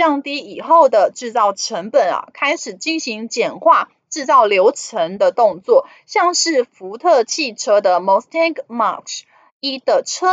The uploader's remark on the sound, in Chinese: 本集有些許雜音，已亟力避免，如有察覺請多多包涵